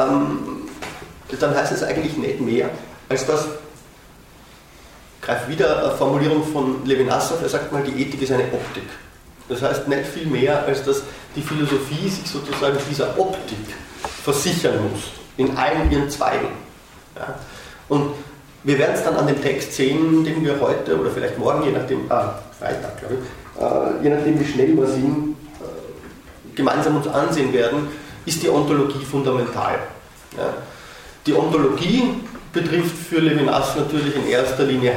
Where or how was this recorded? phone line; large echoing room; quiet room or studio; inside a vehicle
large echoing room